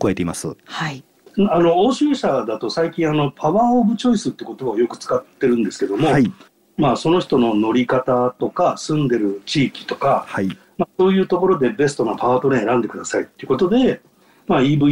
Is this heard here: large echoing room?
no